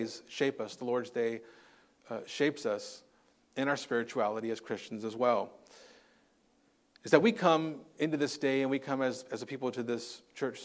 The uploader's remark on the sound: Recorded on Sunday, January 14th, 2024 at Living Hope Orthodox Presbyterian Church (OPC) in Cerritos, CA.